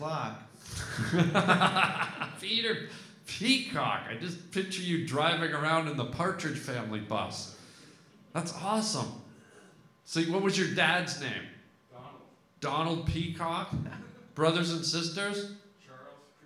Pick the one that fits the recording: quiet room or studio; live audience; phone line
live audience